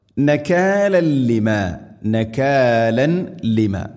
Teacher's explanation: നകാലൻ ലിമ, നകാലൻ ലിമ തൻവീന് ശേഷം ലാമ്, തൻവീനിനെ ലാമിലേക്ക് ഇദ്ഗാം ചെയ്യണം, കൂട്ടിലയിപ്പിച്ച് മണിക്കാതെ ഉച്ചരിക്കണം · Term: ഇദ്ഗാം ബിലാ ഗുന